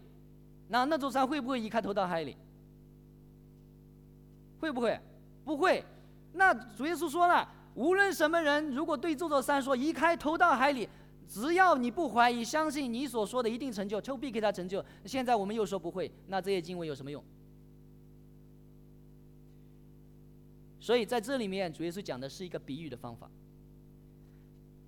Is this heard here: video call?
no